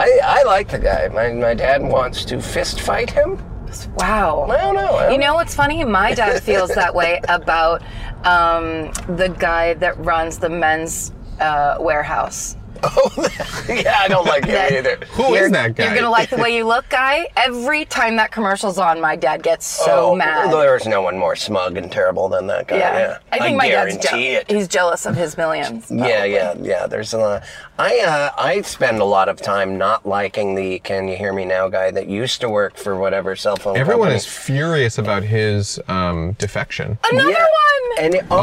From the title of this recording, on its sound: In the Car